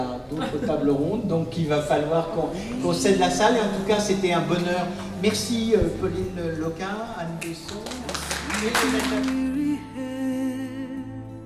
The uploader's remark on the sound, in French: voici une captation de la table ronde proposée dans le cadre du festival Etrange Grande 2023